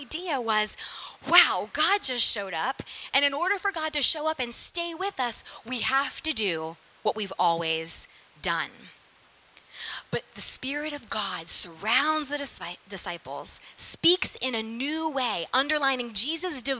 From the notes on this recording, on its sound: Sermon preached at St Peter the Fisherman, NSB.